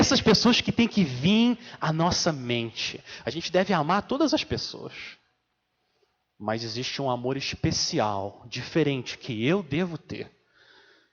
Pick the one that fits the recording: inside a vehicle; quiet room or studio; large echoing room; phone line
large echoing room